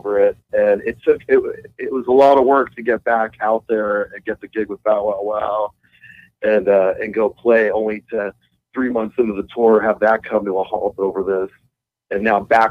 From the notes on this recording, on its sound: call in to tell a story